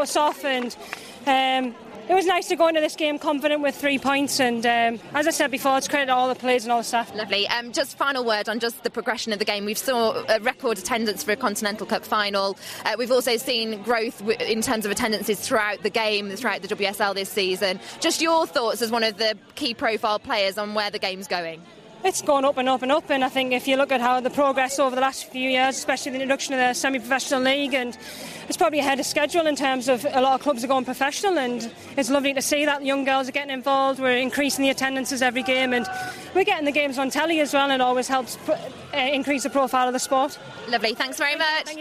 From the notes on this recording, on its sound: Celebrates an action-packed finale to the Women's Super League live from the Continental Cup final.